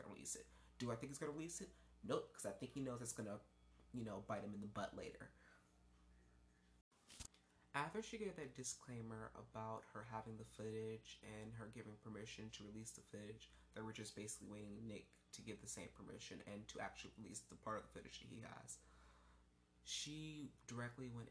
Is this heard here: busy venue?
no